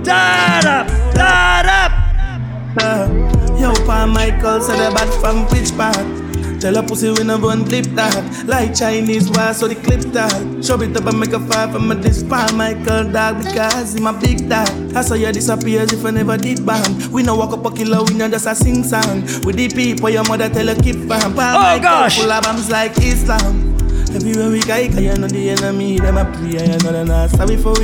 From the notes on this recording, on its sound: Live audio recording of my segment at Margarita Fridays in the Bronx on June 23rd